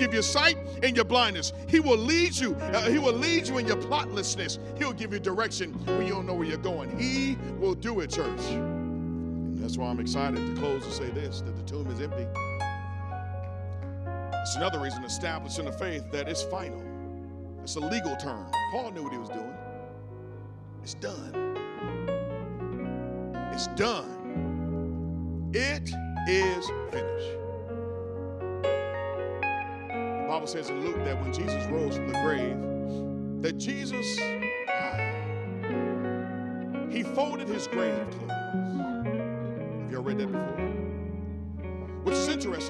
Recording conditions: large echoing room